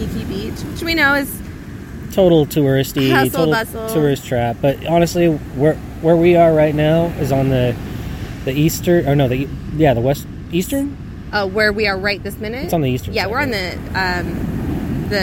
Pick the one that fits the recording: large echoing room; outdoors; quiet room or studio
outdoors